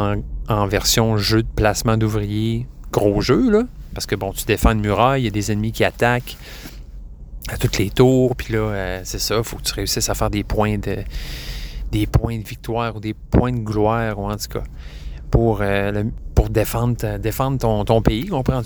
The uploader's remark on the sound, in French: L'épisode a été enregistré sur la 20 Ouest et la 73 nord en plein milieu du trafic. En pesant sur le gaz une fois de temps en temps.